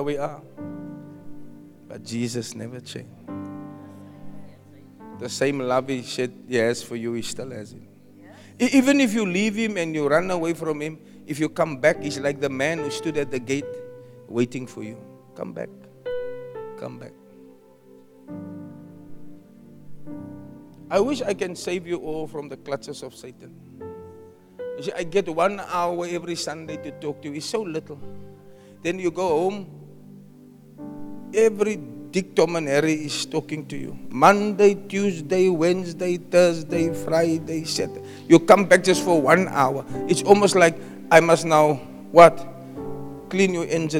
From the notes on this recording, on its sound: Preached at Zion Sanctuary, Cape Town on 19 November 2023.